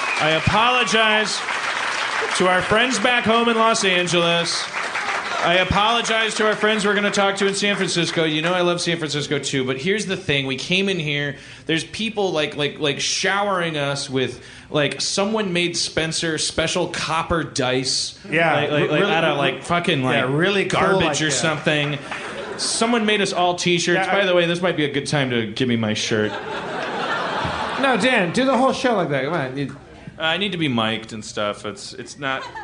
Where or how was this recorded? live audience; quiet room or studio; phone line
live audience